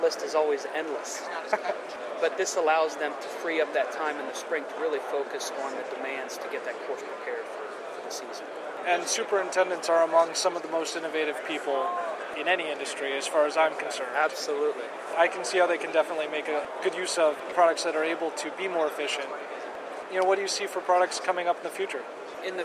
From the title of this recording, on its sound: Live from GIS '13